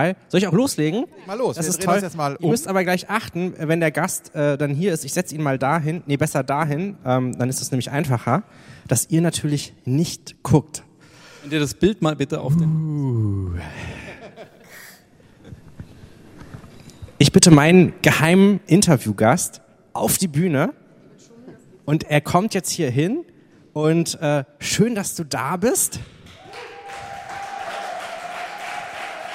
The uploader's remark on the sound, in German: Das Digitale Quartett gibt es einmal im Jahr, immer bei der re:publica, live und mit Publikum. Live on stage.